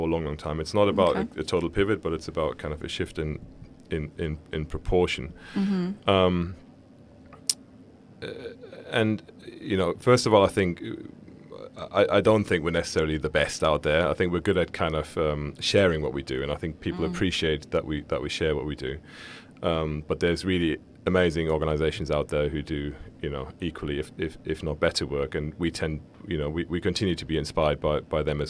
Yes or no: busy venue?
yes